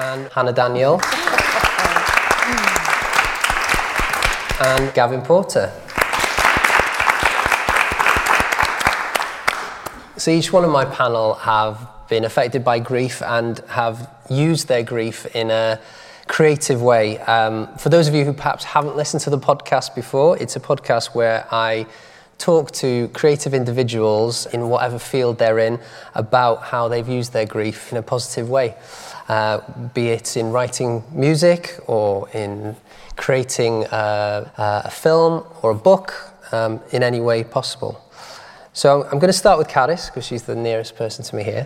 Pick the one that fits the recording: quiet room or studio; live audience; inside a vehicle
live audience